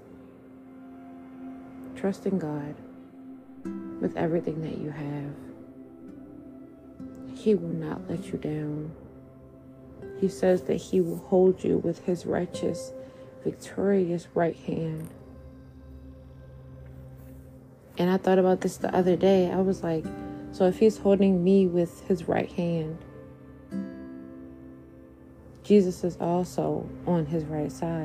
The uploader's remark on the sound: Sorry for the background noises